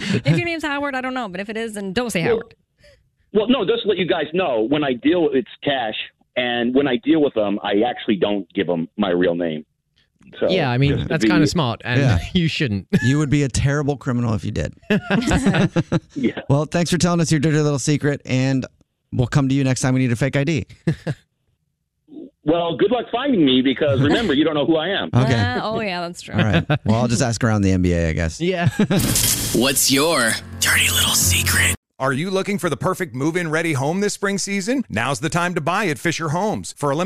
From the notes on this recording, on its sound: Called into The Jubal Show.